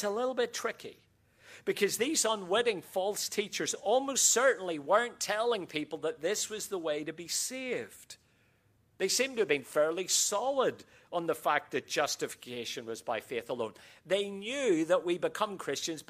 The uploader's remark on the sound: QTC Chapel Service